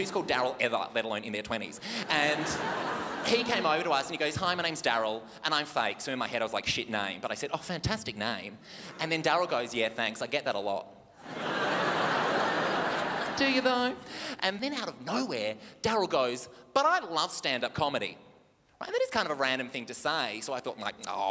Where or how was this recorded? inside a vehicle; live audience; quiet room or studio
live audience